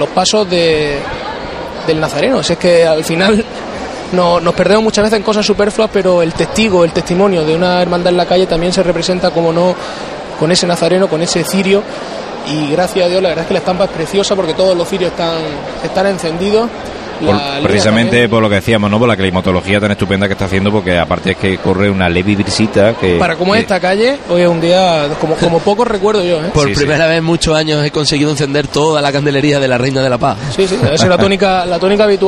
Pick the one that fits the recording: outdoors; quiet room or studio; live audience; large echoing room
outdoors